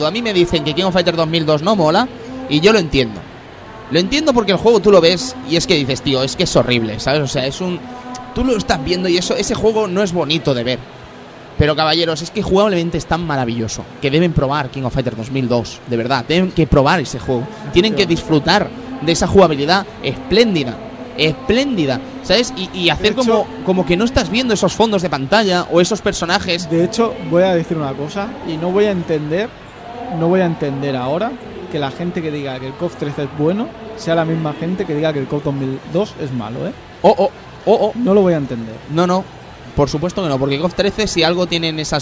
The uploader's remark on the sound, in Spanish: Probamos el sonido del stand del Salon del Manga